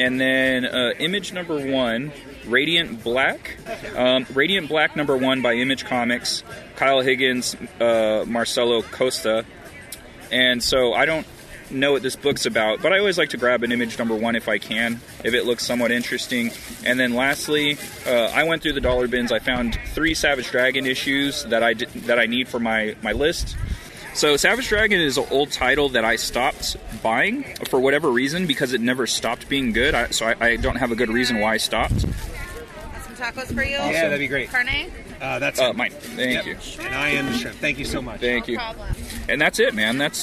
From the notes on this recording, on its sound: We hit up a couple San Diego comic shops, drank a few beers and recorded all along. The episode was recorded in the field, so there are background conversations, wind noise and other elements not usually present.